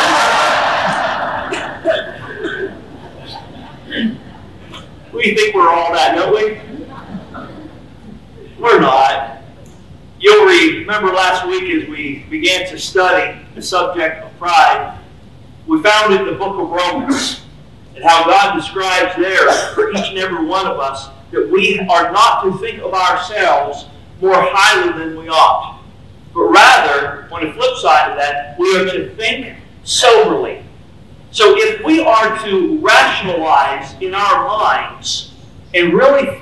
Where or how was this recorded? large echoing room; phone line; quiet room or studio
large echoing room